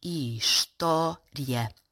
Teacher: num débito de fala normal, a sequência final da palavra é pronunciada como um ditongo crescente, ia. Por esta razão, a palavra história é considerada por vezes uma falsa proparoxítona.